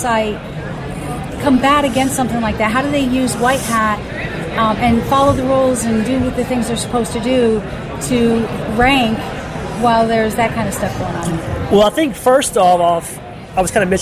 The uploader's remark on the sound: From SES San Francisco 2013. On location from Real Time Marketing Labs.